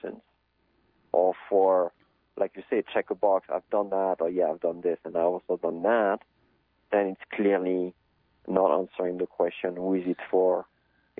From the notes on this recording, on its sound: we converse by telephone